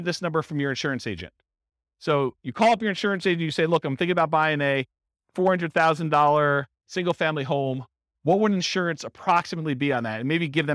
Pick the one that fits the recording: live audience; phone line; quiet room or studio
live audience